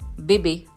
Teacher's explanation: Okay, you hear something between the B and the A. In French, you're going to say bébé. You don't hear anything between the B and the E. Okay? There's no air coming out.